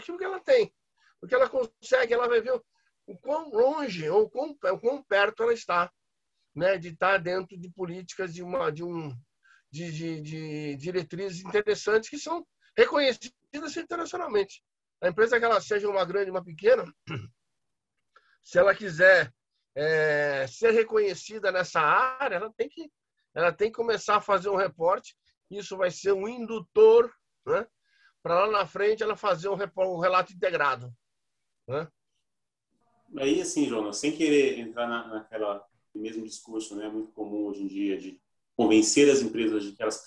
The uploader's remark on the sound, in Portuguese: Áudio Webinar